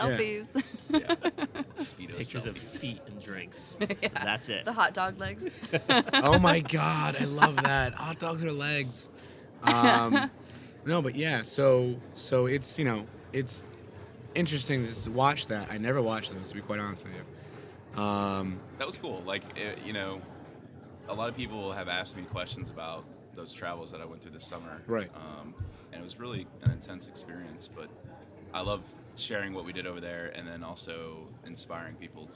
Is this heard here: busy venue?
yes